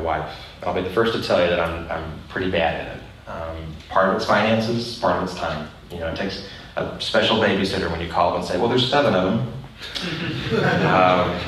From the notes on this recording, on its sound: This episode of The Dad Project is a live recording. In an expensive urban center. This episode was recorded in front of a live audience.